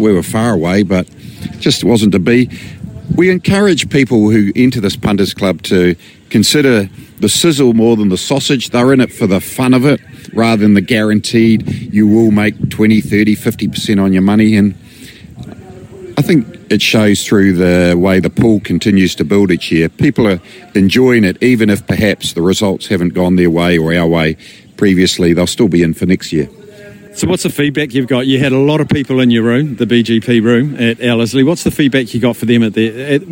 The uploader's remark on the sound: Live from the big Karaka yearly sales.